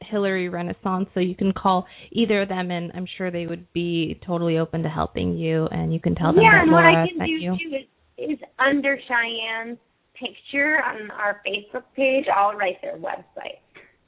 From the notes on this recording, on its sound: open up the lines for listeners to call